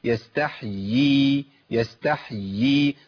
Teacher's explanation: طيب بقى عندي في تمكين للمخرج بقى بشكل قوي جدا، فمحتاج ان انا افصل وافصل ما بين الياء المتحركه بالكسر والياء الماديه، لان في ثقل عندي هنا، فلازم ابين الياءين والكسر.